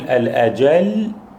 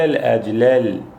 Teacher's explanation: بدل أن يقول الأجل بتشديد اللام قال الأجلل · Term: فك الإدغام